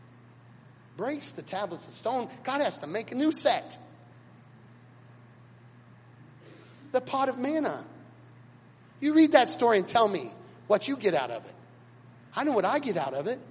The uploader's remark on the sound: Recorded at Chapel North on Sunday August 14th, 2016.